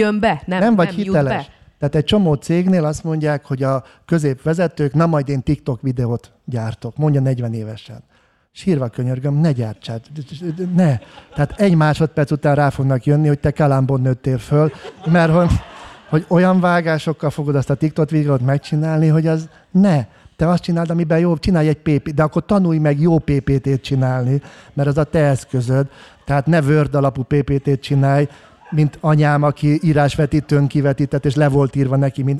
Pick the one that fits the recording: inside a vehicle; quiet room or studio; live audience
live audience